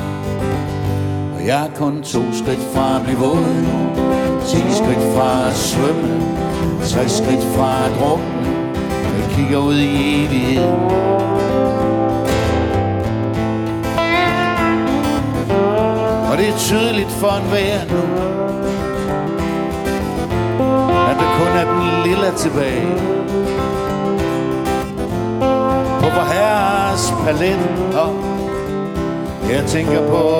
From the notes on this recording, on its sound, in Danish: Live fra Maskinhallen i Frederikshavn